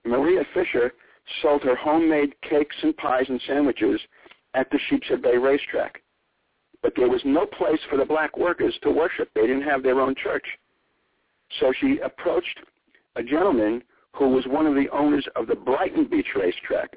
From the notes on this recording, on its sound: Calls in this evening.